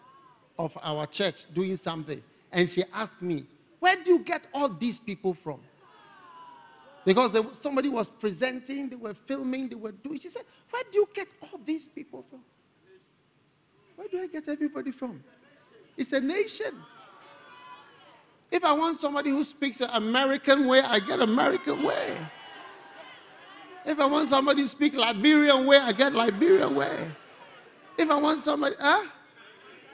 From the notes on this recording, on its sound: Preached at the First Love Experience Service.